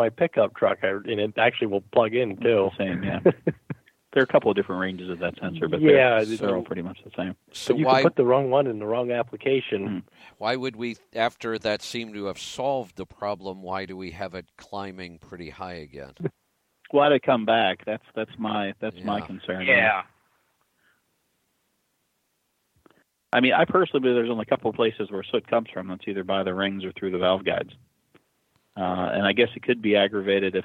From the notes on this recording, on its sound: Call in Question and Answer Show